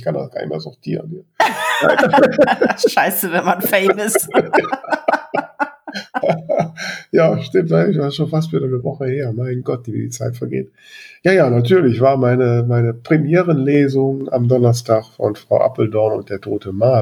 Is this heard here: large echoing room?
no